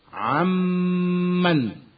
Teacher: النون الساكنة تدغم في الميم بعدها ويصير ميما واحدة مشددة تجب فيها الغنة بمقدار حركتين هكذا: عمن. ويجوز الوقف على عن وحدها لقطعها في المصاحف هكذا: فأعرض عن.